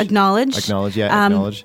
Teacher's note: The K, you're right, is minimized there